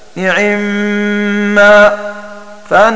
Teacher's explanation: وقرأ شعبة وقالون وأبو عمرو بإخفاء كسر العين، والمراد بالإخفاء الاختلاس